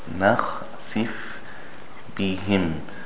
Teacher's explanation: Here are two things to pay attention to. The noon is thin, the kha is thick.